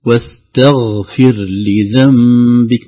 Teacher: واستغفر لذنبك يعني ليست الغين قريبة من الخاء ولا قريبة من القاف. الغين داخلة في وسط الحلق في أدنى الحلق